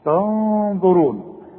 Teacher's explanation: بس الغنة هنا تفخم علشان الظه مفخمة